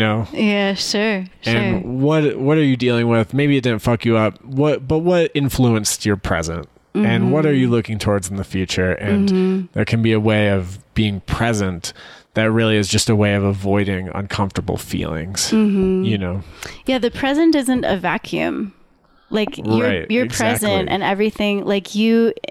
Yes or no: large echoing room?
no